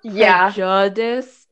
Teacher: he puts the accent on like the second syllable